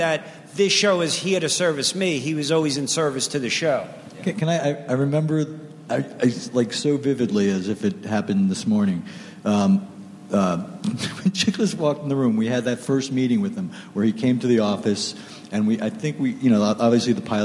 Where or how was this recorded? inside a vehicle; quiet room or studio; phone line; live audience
live audience